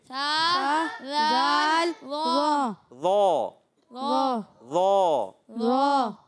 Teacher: زبان کا سرا جب اوپر کے دانتوں کے کناروں سے لگتا ہے تو سا زال و، تین حروف ادا ہوتے ہیں